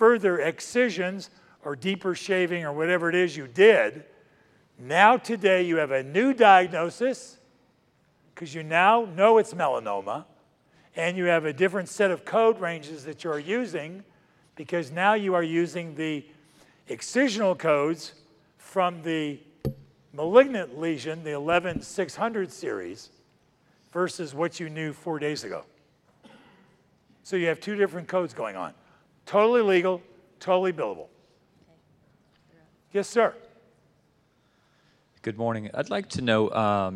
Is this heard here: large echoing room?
yes